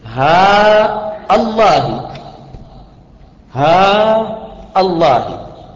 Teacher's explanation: أي بقصر هاء، تقصر تقول ها، هذا قصر فقط، وتثبت همزة القطع للفظة الجلالة فيصير ها الله، ها الله، هذه لغة.